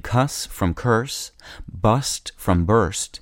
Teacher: Loss of the second R after a vowel and before another consonant in the middle of a word is common in spoken English.